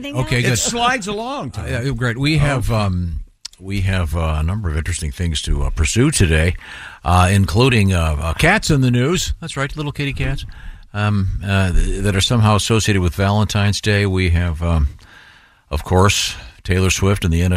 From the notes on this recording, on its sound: Call into the show today.